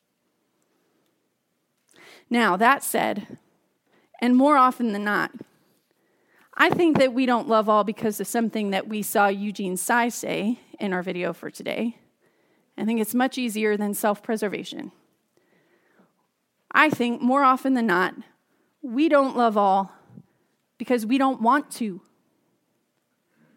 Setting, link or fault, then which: setting, large echoing room